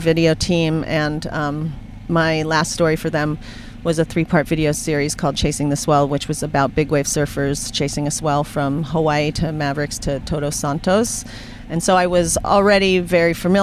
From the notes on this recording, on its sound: from my car!